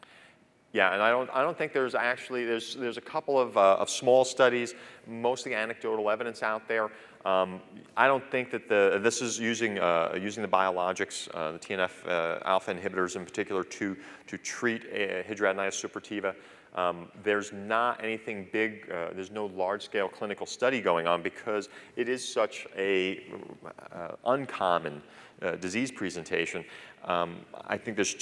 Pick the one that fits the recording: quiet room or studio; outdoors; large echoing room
large echoing room